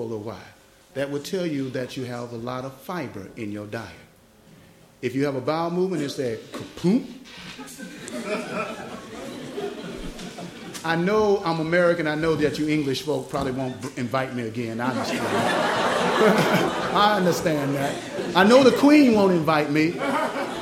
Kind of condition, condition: setting, large echoing room